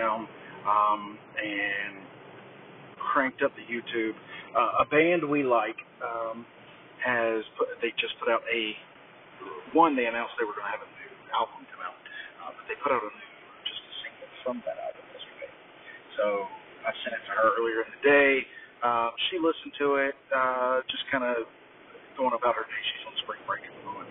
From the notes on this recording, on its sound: This is the final day of the poor audio